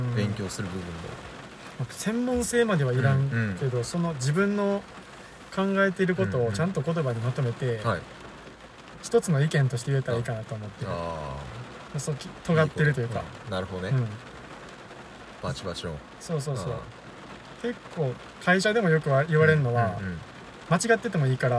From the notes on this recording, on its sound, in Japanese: 車中収録の為、雨の音が入ってますが…一種のBGMだと思ってお聞きください。雨音ASMR仕様。